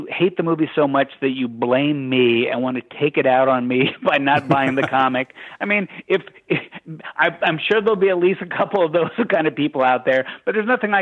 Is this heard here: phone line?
yes